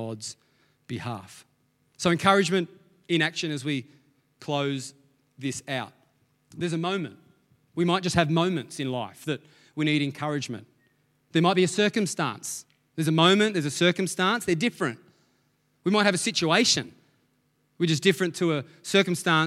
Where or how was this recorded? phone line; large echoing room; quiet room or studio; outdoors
large echoing room